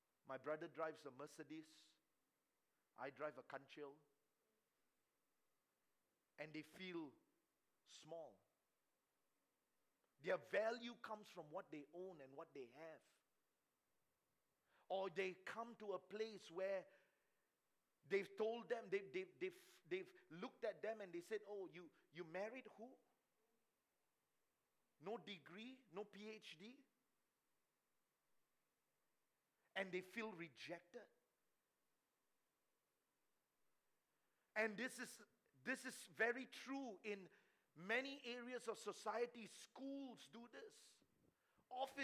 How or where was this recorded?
live audience